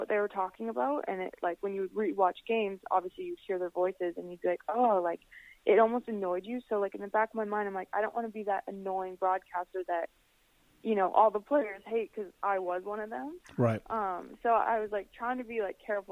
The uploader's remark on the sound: joins me by phone